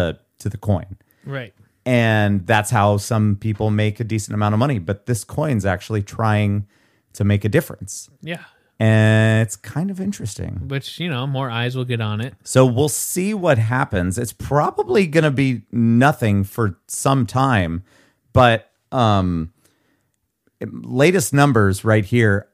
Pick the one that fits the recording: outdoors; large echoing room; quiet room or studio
quiet room or studio